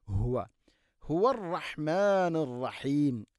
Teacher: ഹ നേരത്തെ പറഞ്ഞതുപോലെ തൊണ്ടയുടെ താഴെ ഭാഗമാണ്